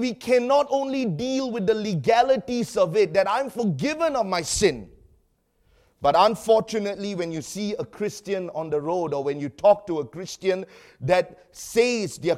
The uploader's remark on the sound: preached during our Sunday evening service